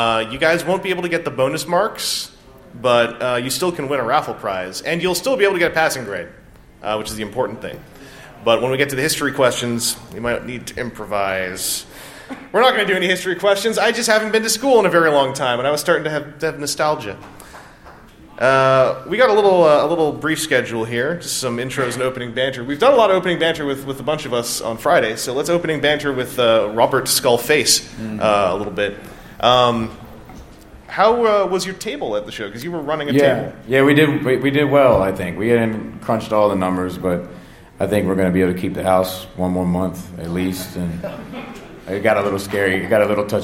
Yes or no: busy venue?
yes